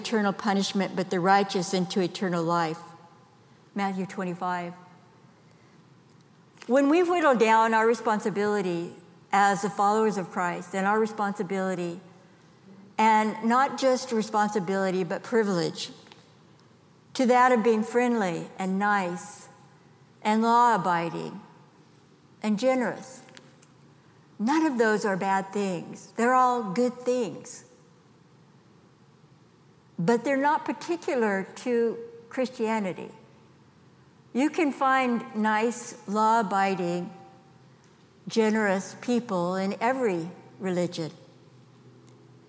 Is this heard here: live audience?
yes